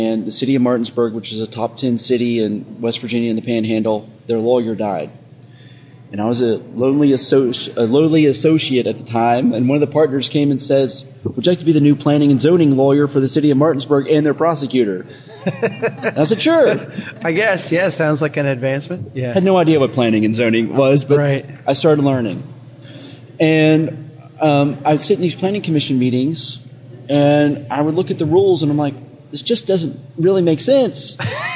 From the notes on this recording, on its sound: Recording live at CNU24 in Detroit